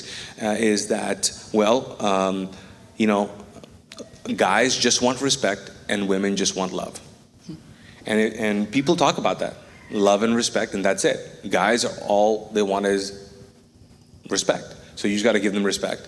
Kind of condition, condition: setting, large echoing room